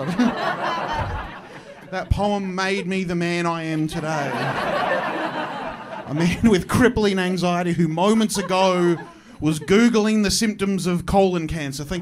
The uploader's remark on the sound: My live show. Recorded at Comedy Republic.